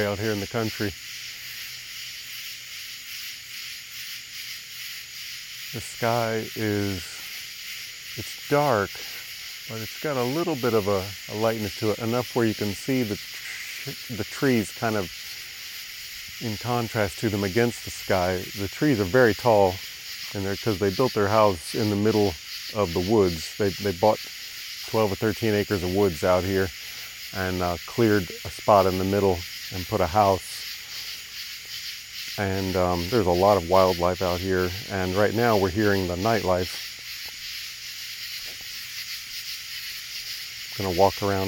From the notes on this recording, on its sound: Night Sounds in Rural Tennessee. Upon arriving at my parents' house tonight, I was struck anew by the incredible sounds of wildlife where they live in the woods.